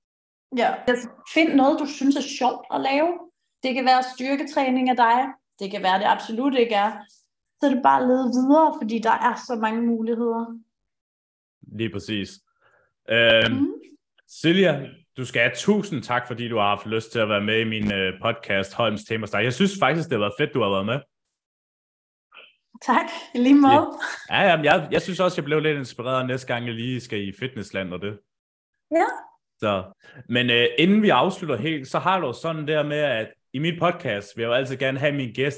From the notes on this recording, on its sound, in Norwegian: På forhånd beklager at lyden hakker en gang imellem under episoden.